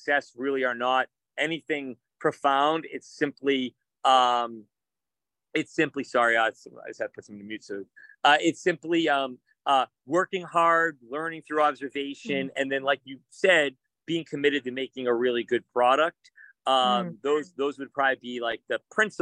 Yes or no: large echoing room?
no